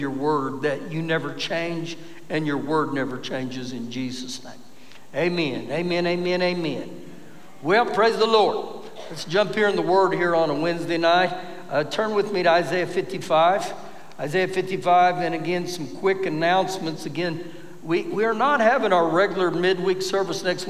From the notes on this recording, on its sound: Recorded live during our Wednesday night service